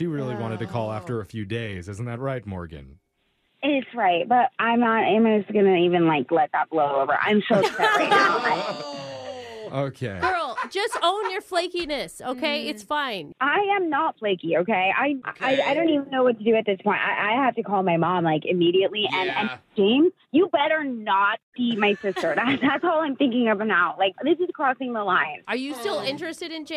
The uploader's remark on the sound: The woman on the phone today